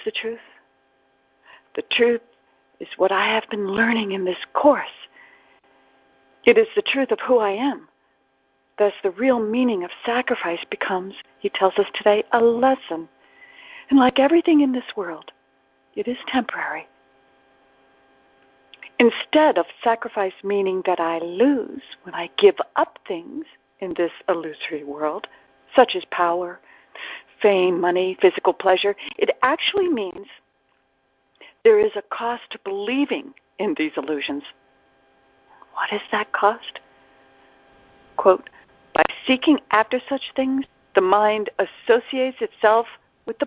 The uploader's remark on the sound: ACIM Daily TEXT Conference Call.